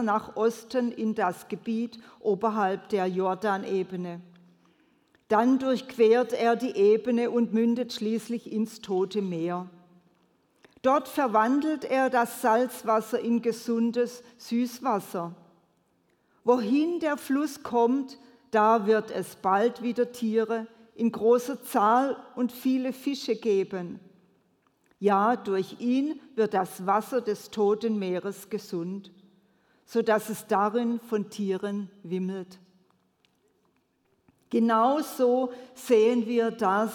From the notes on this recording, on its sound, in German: predigt im Missionswerk Karlsruhe